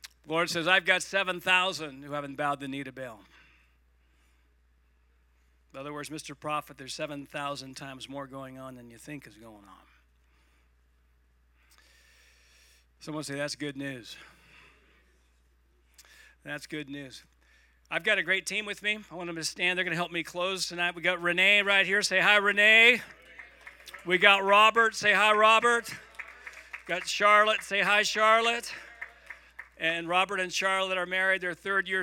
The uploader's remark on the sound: Igniting Hope Conference Session 1